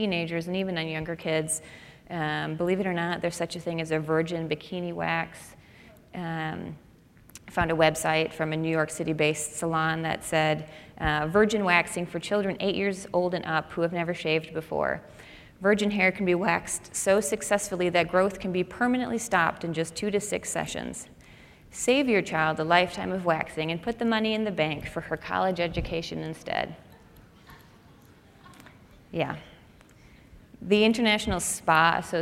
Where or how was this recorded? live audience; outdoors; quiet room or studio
live audience